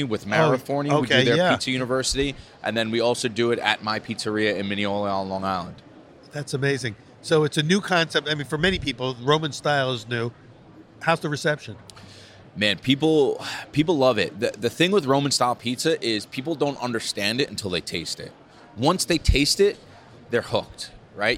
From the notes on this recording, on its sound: Recorded at the Northeast Pizza and Pasta Expo in Atlantic City, NJ.